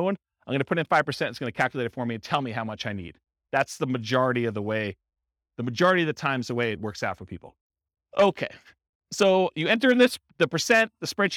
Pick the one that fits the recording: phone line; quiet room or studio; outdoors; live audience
live audience